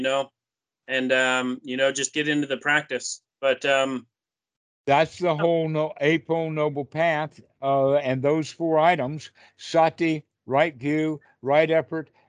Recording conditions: video call